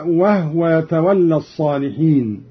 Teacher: وهو يتولى الصالحين بإسكان الهاء